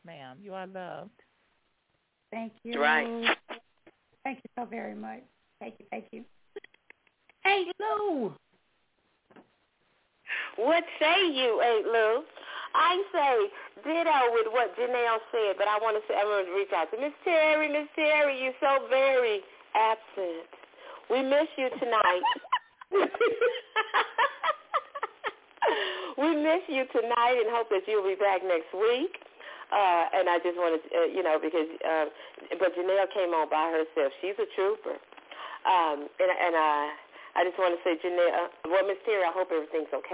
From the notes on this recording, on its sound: your phone calls